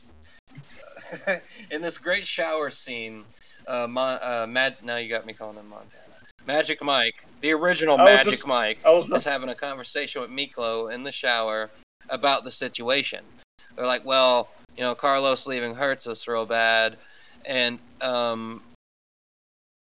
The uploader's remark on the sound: we apologize if the quality isn't typical, we're trying a new recording set up